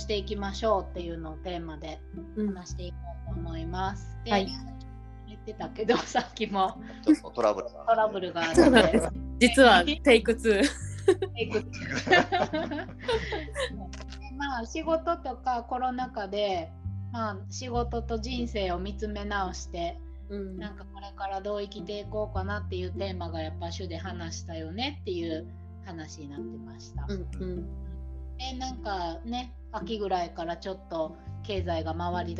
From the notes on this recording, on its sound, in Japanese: 次回音質改善します